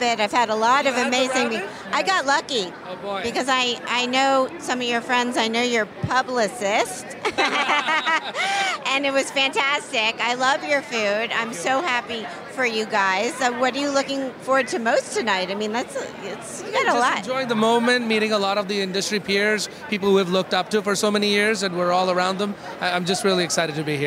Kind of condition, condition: setting, busy venue